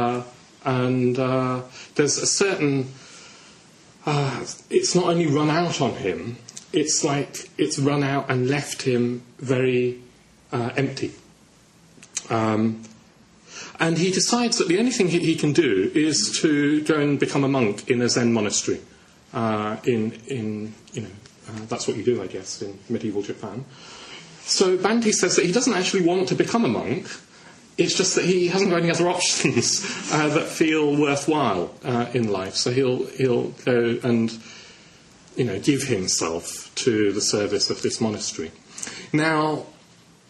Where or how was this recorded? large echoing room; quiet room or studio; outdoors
large echoing room